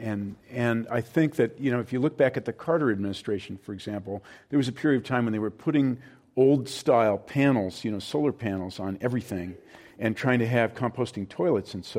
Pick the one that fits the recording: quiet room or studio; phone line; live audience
live audience